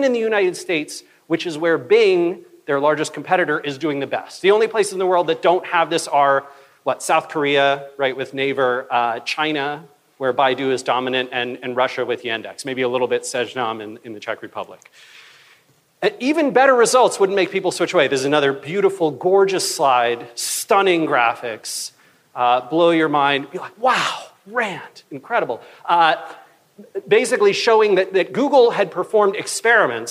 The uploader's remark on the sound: keynote talk from September's BrightonSEO conference